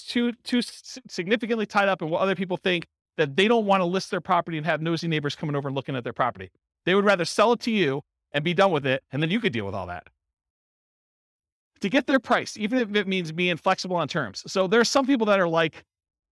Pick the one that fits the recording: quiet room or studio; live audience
live audience